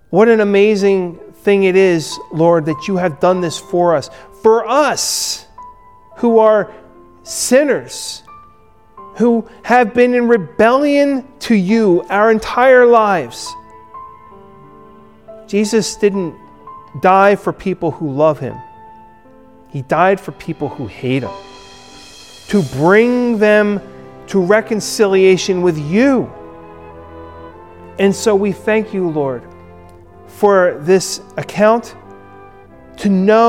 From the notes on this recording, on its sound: Recorded at Ebenezer UMC on February 21, 2021